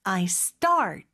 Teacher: S 다음에 오는 T는요, 보통 강세가 있는 자리에 있을 때는 이렇게 된소리를 해주면 훨씬 더 발음하기가 쉽죠. 그래서 I start 이렇게 하면 되고요.